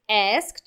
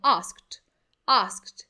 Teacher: em americano eles falam mais asked, como se fosse um E, e os britânicos falam mais A